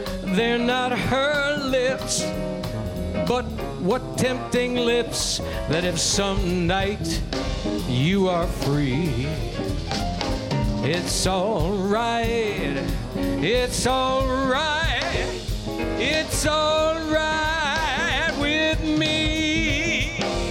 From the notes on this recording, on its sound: Live at the South Point Casino